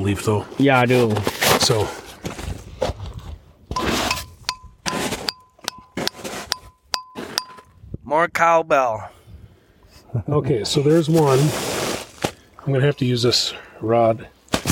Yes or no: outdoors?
yes